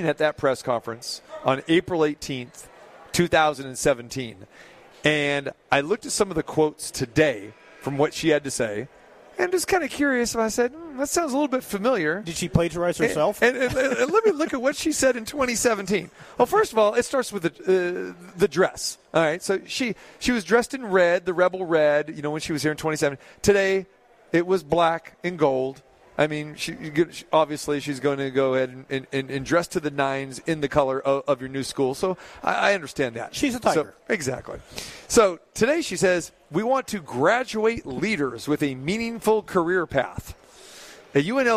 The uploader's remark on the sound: Live from The Thomas & Mack for the NBA Summer League